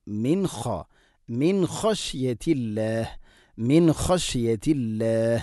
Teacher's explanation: സാക്കിന നൂനു ശേഷം ഖ ആണ്, നൂനിനെ ഇദ്ഹാർ ചെയ്യണം, വെളിവാക്കി ഉച്ചരിക്കണം.